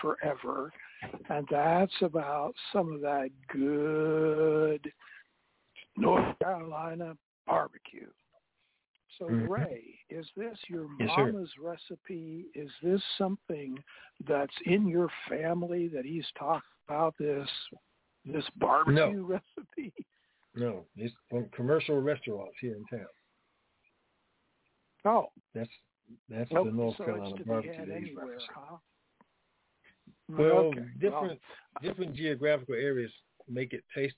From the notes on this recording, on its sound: TNTSuperfantastic Conference Call.